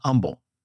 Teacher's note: Is a godly leader is humble, or as we say in Houston, humble. We don't pronounce the H.